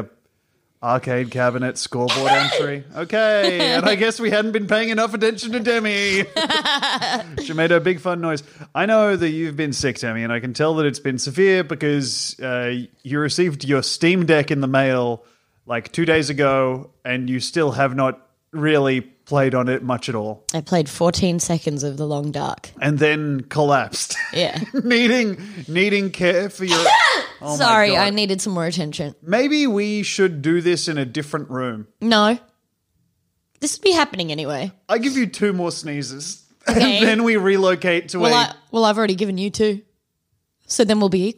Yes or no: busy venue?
no